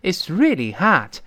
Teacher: 英式发音读成 hot，美音中完全变成 a 这个声音